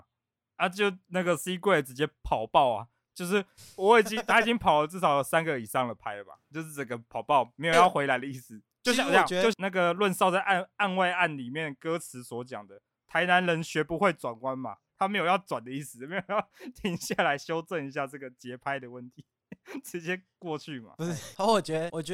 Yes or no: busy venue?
no